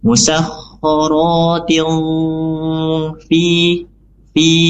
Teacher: cara membacanya itu suara samar mendekati makhraj fa yang disertai dengan dengung. Ditahan 2 sampai 3 harokat. · Term: ikhfa hakiki